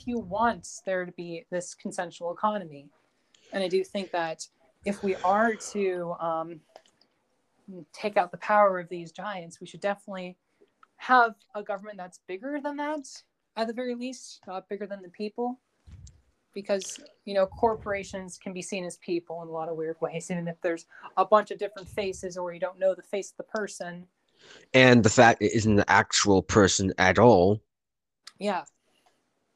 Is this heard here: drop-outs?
yes